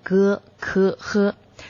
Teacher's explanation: 这三个音呢，也是二十一个声母中发音最靠后的三个音，音色也是属于是最暗的一组。 · Term: 舌根音